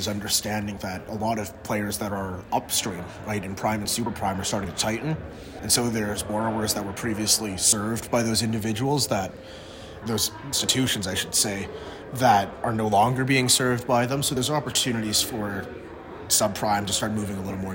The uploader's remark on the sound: talking this time from the Used Car Week conferences in Scottsdale, Ariz.